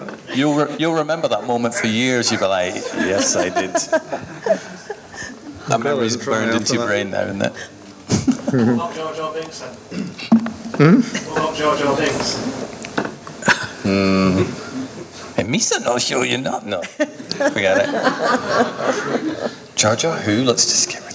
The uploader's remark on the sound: Hosting this Q&A panel at this years Scifi Wales event. Sit in front of an audience and chat.